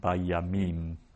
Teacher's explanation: And that syllable is the syllable that gets accented. So it's under the im, mm-hmm. So it means that that's the syllable that we accent, bayamim.